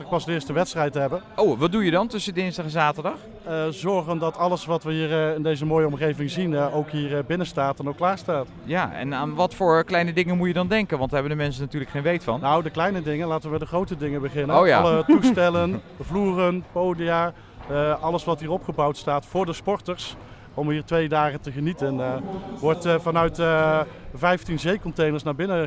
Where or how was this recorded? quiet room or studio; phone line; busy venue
busy venue